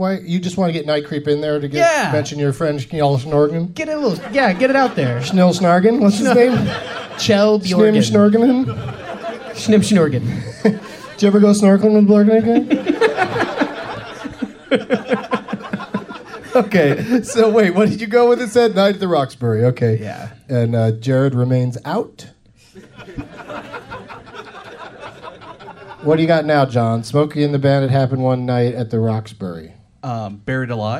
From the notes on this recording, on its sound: Live from the Comedy Attic in Bloomington,